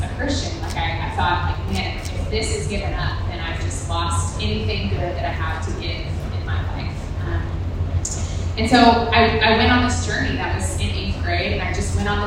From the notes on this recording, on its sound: Women's All Gathering. We also want to apologize in advance for the audio quality of this recording!!